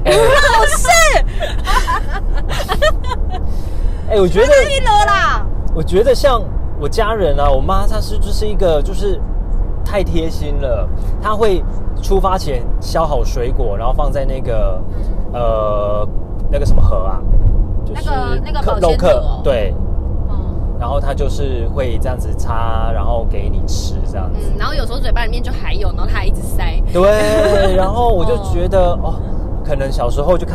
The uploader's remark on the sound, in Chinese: 我們遊車河，嘗試在車內裝錄音設備，在全程都有繫上安全帶並且安全駕駛的前提之下邊開車邊喇Ｄ賽。我想要驗證「移動錄音」的可能性。充滿車內環境音的啾團。